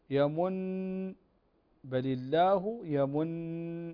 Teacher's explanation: طيب يمن بل الله يمن، فالنون هنا مشددة وتغن كذلك بمقدار حركتين